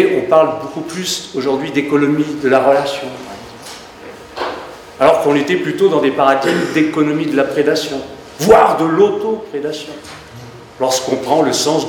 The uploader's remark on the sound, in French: Echanges avec le public.